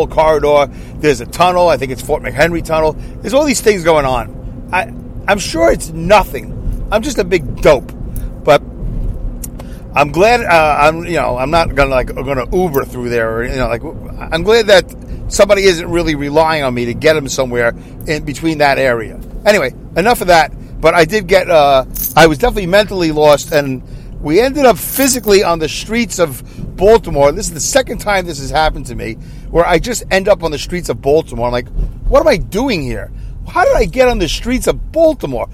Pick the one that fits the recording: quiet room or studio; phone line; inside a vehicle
inside a vehicle